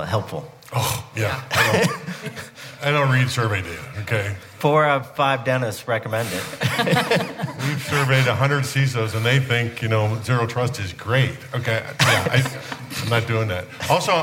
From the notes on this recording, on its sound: At the 2022 Cyber Marketing Con, the CyberWire presented a CISO Q&A panel session. Additional bonus questions submitted by attendees.